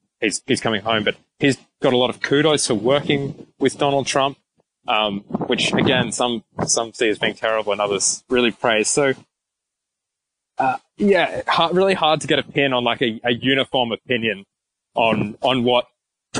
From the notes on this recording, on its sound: conducting the interview for this podcast while walking thru 122-degree heat